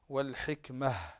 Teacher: عندنا كلمة والحكمة، فالتاء مربوطة نقف على هاء